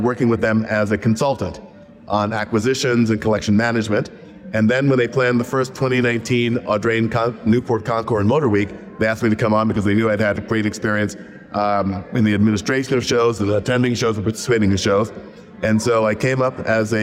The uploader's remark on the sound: On the road at the Chattanooga Motorcar Festival